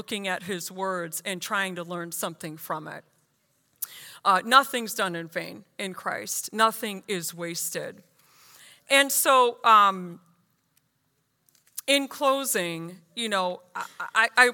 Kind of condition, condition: setting, large echoing room